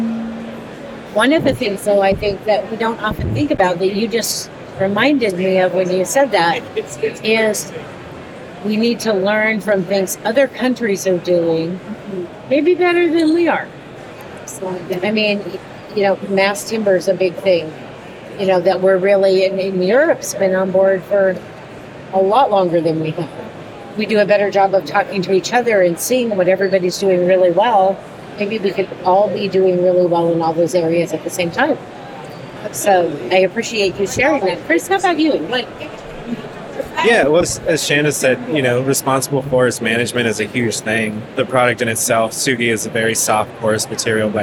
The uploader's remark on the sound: LIVE from Greenbuild 2023. We share a LIVE conversation from the 2023 Greenbuild International Conference and Expo in Washington D.C.